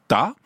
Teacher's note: la langue fait un obstacle complet avec le palais, puis elle le relâche brusquement pour faire le a